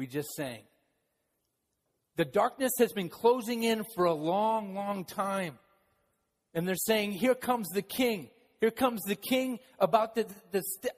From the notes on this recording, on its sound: Palm Sunday message delivered during the Contemporary Worship service.